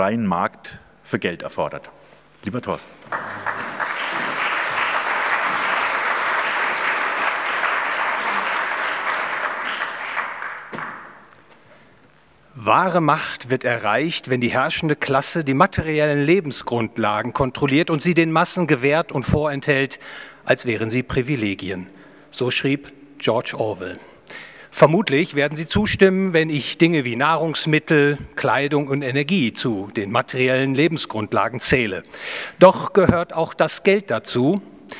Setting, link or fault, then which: setting, live audience